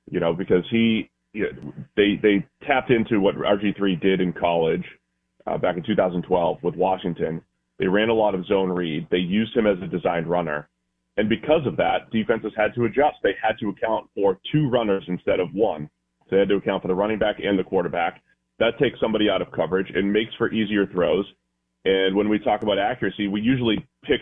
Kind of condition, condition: link, phone line